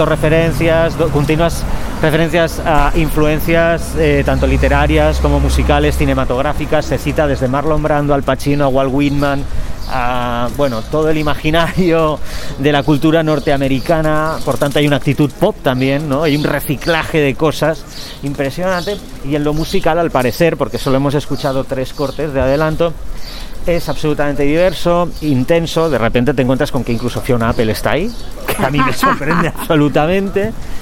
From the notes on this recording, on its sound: Walking and talking. Tras meses confinados, por fin nos encontramos en persona para grabar y brindar.